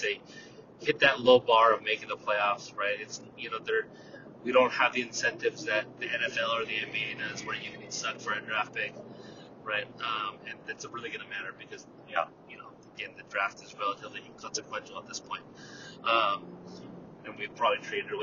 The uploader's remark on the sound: Audio Quality Disclaimer*: this episode was recorded on the way home from the stadium in the car.